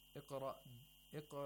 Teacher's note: Yeah, ignore that Hamzatul Wasl. Iqra, the qaf has a sukoon. We have to apply qalqala. And also tafkhim of qaf at a low level, a very low level, second lowest level.